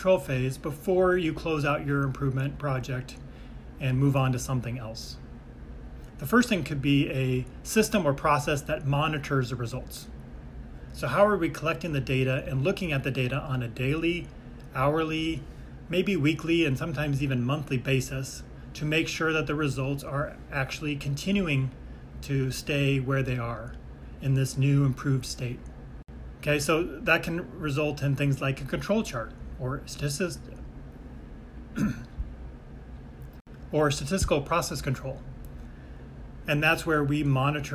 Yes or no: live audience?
no